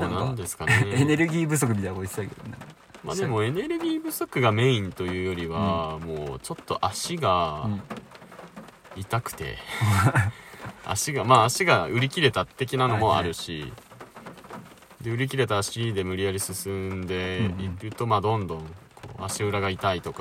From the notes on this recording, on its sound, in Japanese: 神奈川県は厚木市を拠点とする高松山グルグルクラブ。高松山グルグルクラブ前の雨宿りトラック。雨音がパチパチ賑やかで、ノイズ多めで若干お聴き苦しいことは、ご容赦ください。